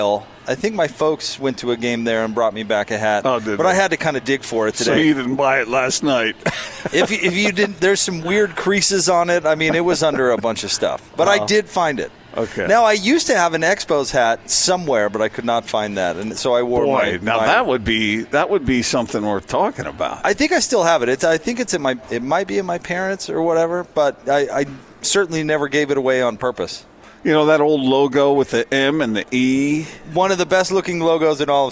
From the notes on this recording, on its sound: LIVE at Marley's Sliders in South Jordan